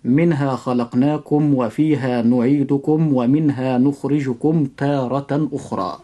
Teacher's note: لاحظ عند حرفي الواو والفاء أن يكون الإظهار أشد من باقي الحروف · Term: إظهارا شفويا